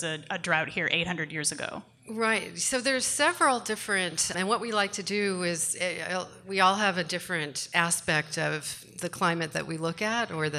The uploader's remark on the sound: In front of a live audience in Oakland, CA. Recorded at Awaken Cafe in Oakland, CA.